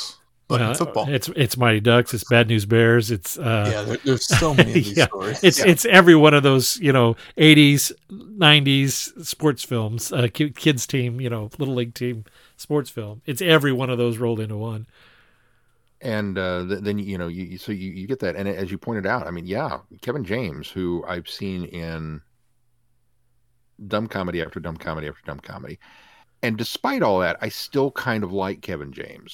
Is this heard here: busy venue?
no